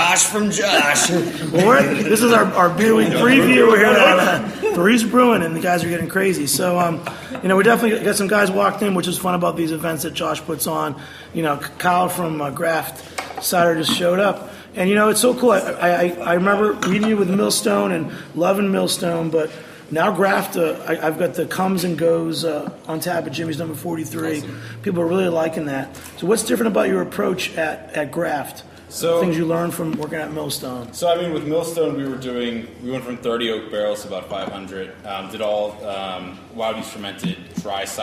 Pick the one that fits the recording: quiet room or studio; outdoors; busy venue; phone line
busy venue